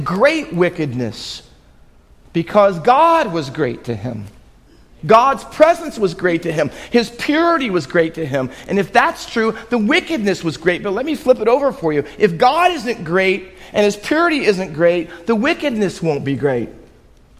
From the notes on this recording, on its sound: Faith Baptist Church in Hamilton, NJ.